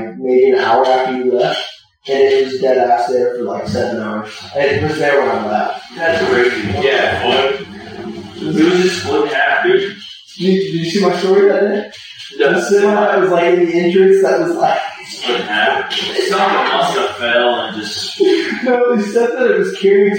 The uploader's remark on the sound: The audio quality remains bad.